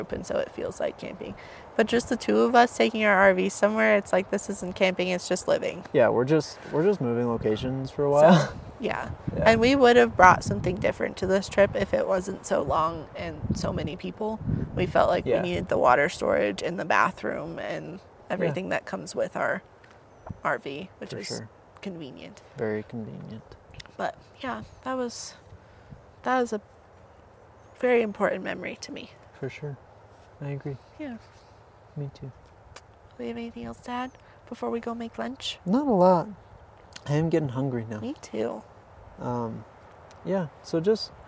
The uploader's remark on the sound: This episode is recorded in another new place because we're camping!